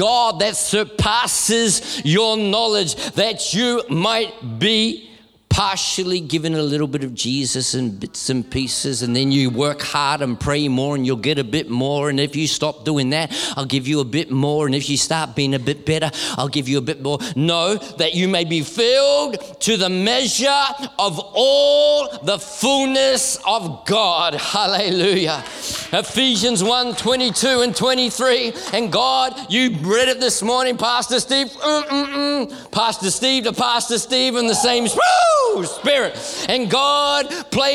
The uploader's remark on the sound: This message was recorded at Neuma Melbourne South in May, 2023.